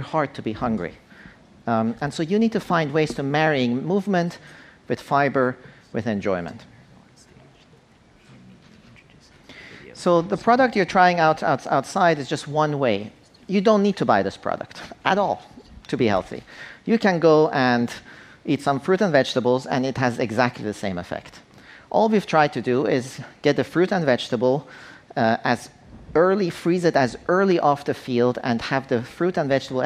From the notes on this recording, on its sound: On stage at #BoFVOICES.